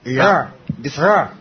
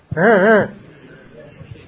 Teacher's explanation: the tongue is folded and it is taken to the bottommost part of the mouth and it is just grazed over the upper palate · Shown in: first take